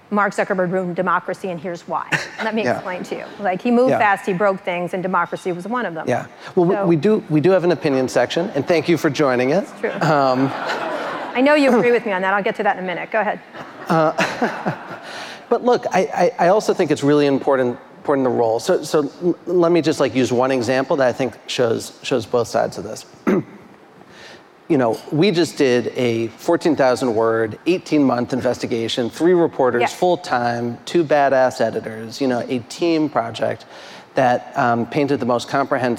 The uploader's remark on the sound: In front of a live audience at a Columbia University event in New York City.